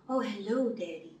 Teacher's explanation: She's a little bit breathy, a little bit giddy, a lot higher voice than I have.